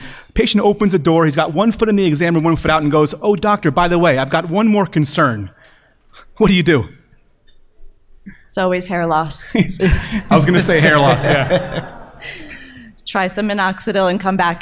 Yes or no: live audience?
yes